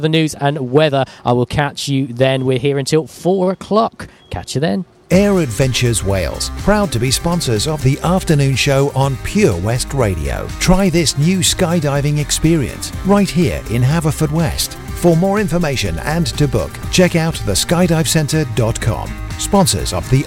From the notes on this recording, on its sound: Live at PATCH Toy Appeal, Tesco, Hwest.